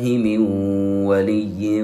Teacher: أدغمنا النون بالواو وأعطيناها غنة قدرها حركتين من ولي. طيب المثال الأخير متعلق بأحكام الإدغام بغنة في الأحرف الأربعة الياء والنون والميم والواو فيما إذا جاء تنوين وبعد حرف الواو.